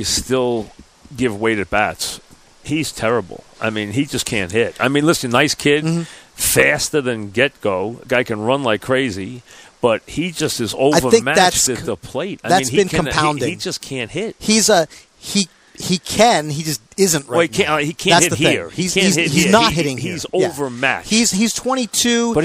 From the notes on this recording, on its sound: live from Citi Field